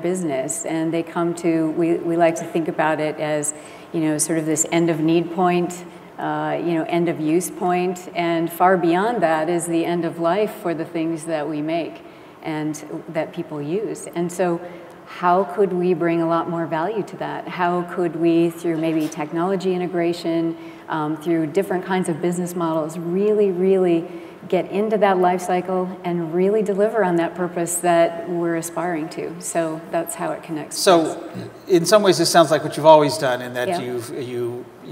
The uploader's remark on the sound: The best of live interviews from GreenBiz events.